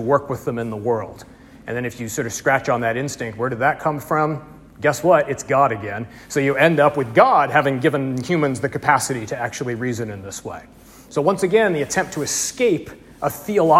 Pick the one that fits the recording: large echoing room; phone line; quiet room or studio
large echoing room